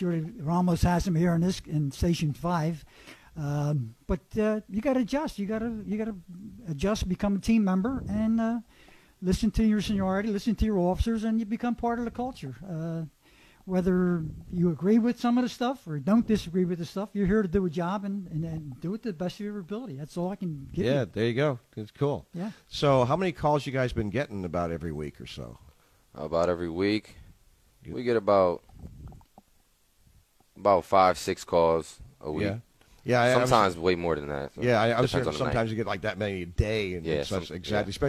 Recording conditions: busy venue